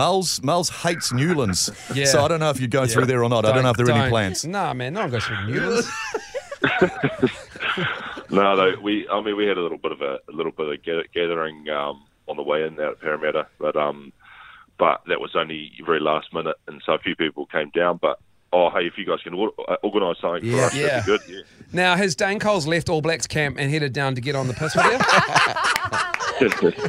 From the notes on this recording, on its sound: joins us on the phone